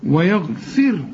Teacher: ويغفر ويا ها ويا، زي ما تقول وياك أو وياك ويا، شوف. ويغفر، طالما إن الفاء هنا مكسورة الراء مرققة عند الوصل وعند الوقف